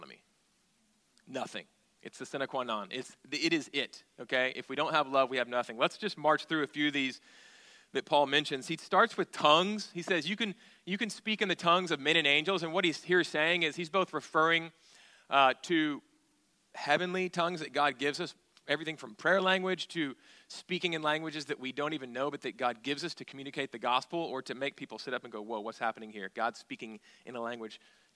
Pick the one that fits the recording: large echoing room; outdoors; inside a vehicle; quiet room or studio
large echoing room